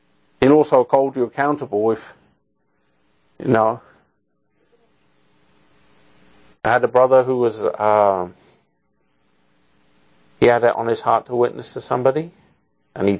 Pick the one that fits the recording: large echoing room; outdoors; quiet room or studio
large echoing room